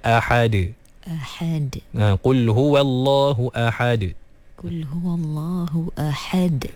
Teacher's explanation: Qalqalah ni kita lantunkan dia daripada makhrajnya sahaja, tanpa mengeluarkannya dengan mana-mana baris. Maknanya dia bukan baris atas, dia bukan baris bawah, dia bukan baris depan.